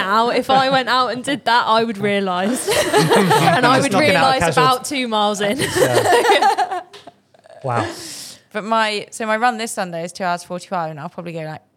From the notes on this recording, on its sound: live at the Puma Run Club